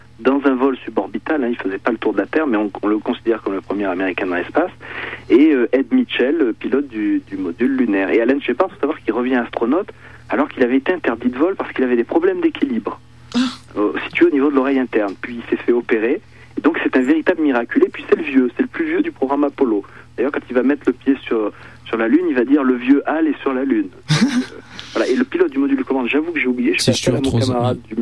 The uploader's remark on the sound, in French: par téléphone